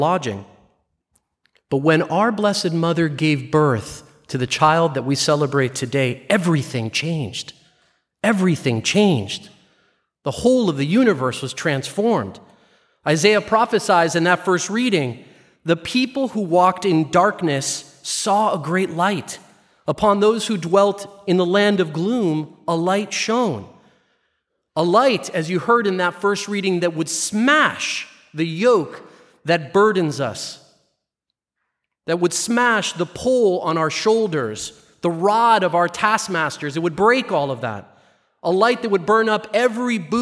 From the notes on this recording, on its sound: Live recording from 6pm Mass